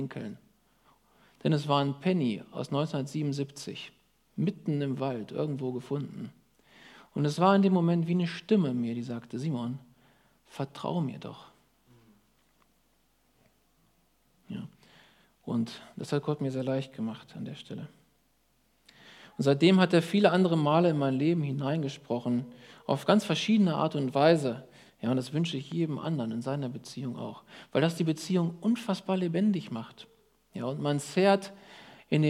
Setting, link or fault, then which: setting, large echoing room